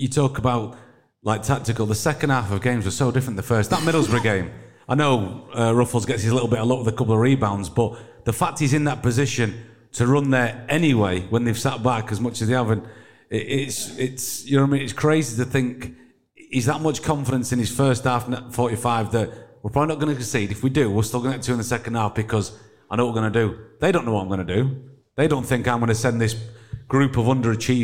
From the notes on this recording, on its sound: LIVE at Magic Rock! We're live in front of an audience.